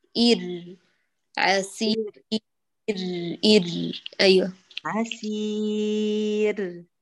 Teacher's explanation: ثبت الراء وأجري الصوت جريانا جزئيا